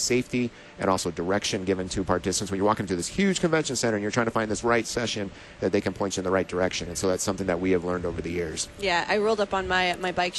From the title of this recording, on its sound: Live from LCMS #NYG2019